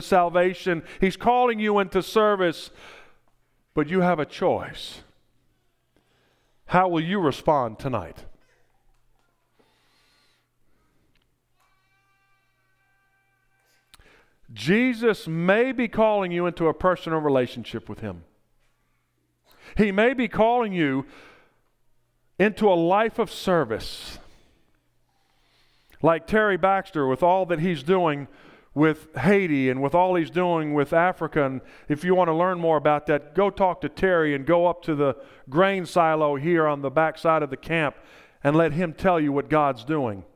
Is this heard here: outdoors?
no